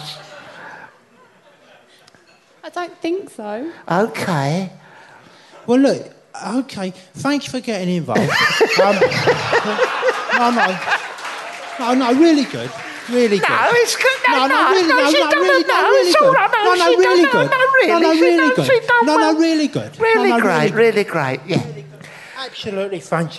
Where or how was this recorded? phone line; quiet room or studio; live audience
live audience